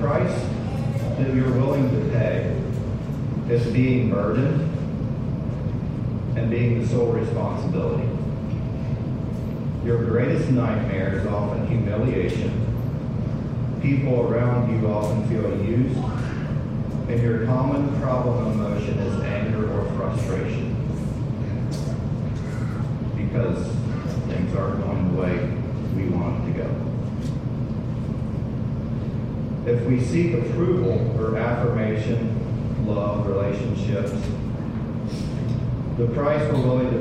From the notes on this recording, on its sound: sorry for the poor audio quality